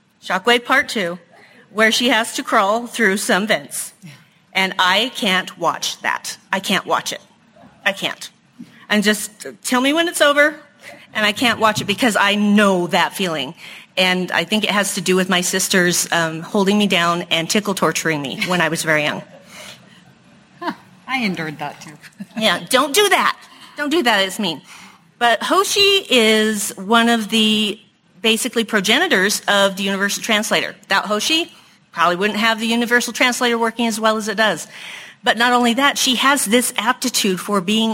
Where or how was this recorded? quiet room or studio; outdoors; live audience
live audience